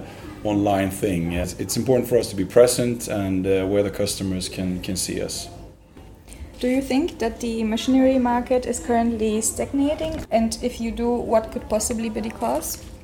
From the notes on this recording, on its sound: Listen to our live report from the Start up Stage 2023. NordBau 2023. Listen to our live report from the Start up Stage 2023.